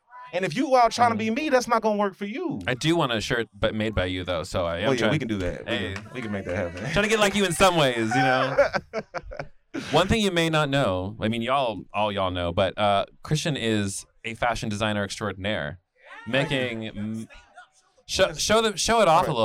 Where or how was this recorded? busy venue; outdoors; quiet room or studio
busy venue